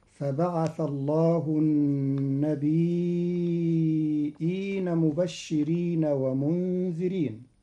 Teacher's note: فبعث الله النبيين. قرأ قالون كلمة النبيين بتخفيف الياء ساكنة مع همز بعدها تبعا للأصل، فتصير هكذا: فبعث الله النبيين مبشرين ومنذرين.